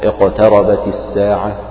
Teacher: هنا القاف بعد كسر ولكن يكون تفخيمها قويا، لأن القاف فقط تتأثر إذا كسرت، لكن إذا سكنت بعد